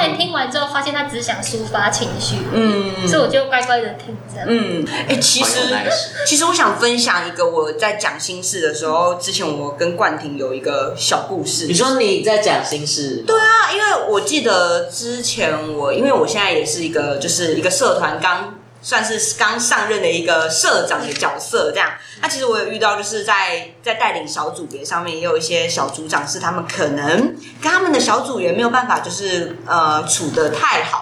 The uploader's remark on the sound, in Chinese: 本集是由我們北部的志工團隊錄製。在錄音品質部分……下次會再改進XD。